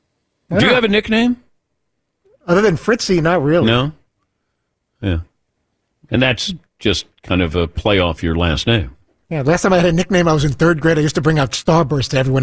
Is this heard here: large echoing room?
no